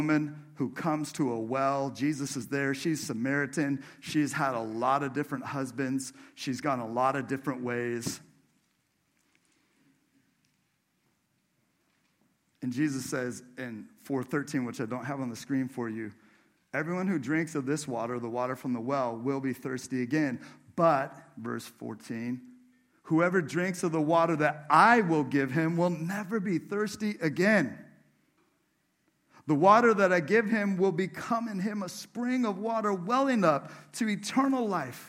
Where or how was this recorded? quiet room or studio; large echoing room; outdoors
large echoing room